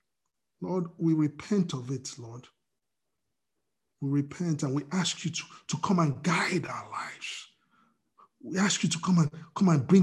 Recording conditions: video call